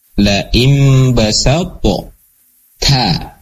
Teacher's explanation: Yang hilang adalah kol-kolahnya dari to. Ya, kol-kolah dari to-nya itu udah tersembunyi gitu ya. · huruf yang pertamanya to sukun bertemu dengan ta, maka to ini akan tetap terlihat gitu ya, akan tetap terlihat, tetapi di akhir ya muncullah huruf ta-nya gitu ya, seperti itu kan.